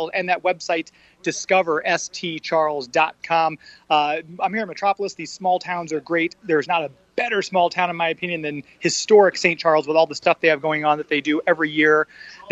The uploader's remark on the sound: Our 3rd annual broadcast LIVE from Superman Celebration!